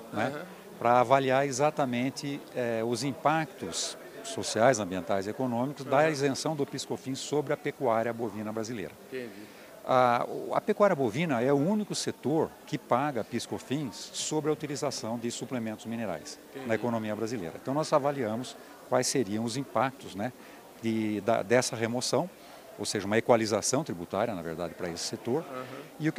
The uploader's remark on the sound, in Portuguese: Entrevista, gravada durante o 13* Simpósio Nacional Asbram, que aconteceu em Campinas, nos dias 23 e 24 de Novembro. Os principais pontos estão aqui nesta entrevista, gravada durante o 13* Simpósio Nacional Asbram, que aconteceu em Campinas.